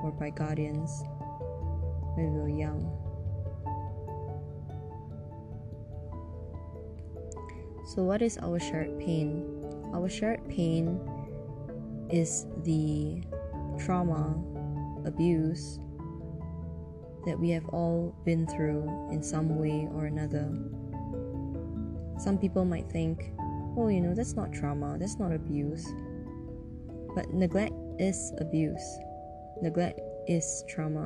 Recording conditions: uneven or low level